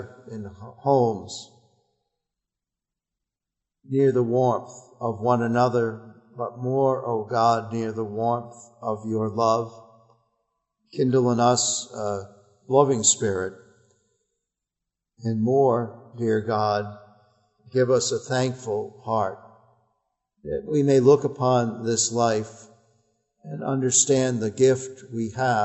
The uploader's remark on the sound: Our worship service at the Old First Church in Bennington, Vermont, November 22, 2020.